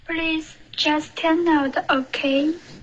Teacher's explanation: out 跟 OK 要连读